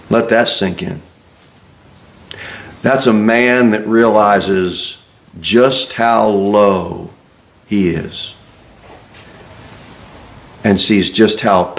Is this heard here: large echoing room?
yes